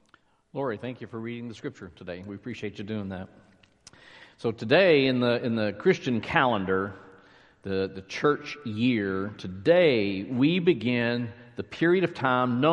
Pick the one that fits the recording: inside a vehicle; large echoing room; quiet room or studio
large echoing room